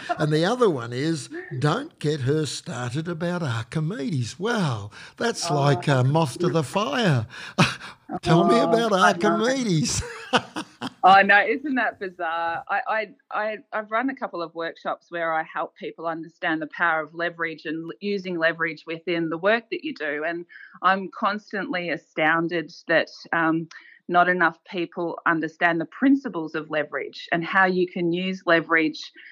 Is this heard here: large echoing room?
no